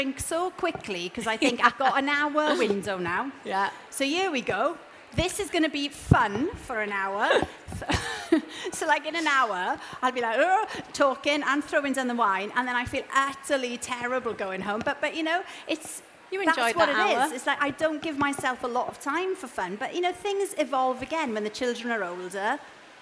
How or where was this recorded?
busy venue